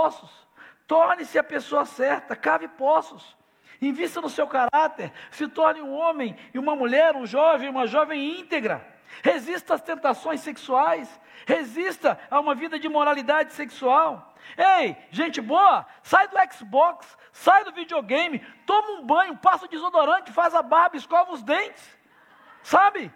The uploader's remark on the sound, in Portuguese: Celebração ao vivo